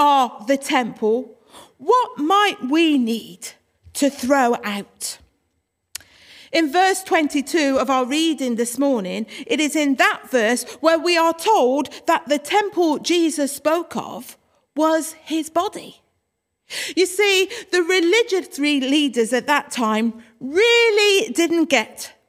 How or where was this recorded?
large echoing room